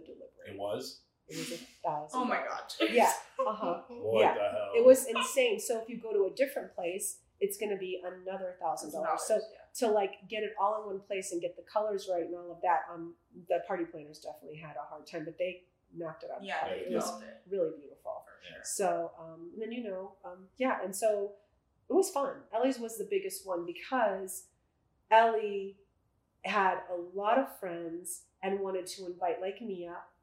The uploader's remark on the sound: Salt Lake City, UT. We decide to put some new cameras to use and actually shoot a pod with her roommate. The mic quality on the cameras wasn't the best.